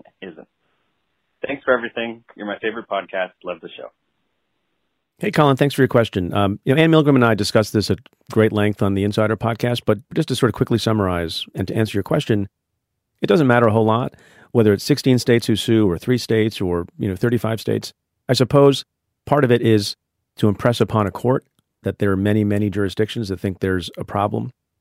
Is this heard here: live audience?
no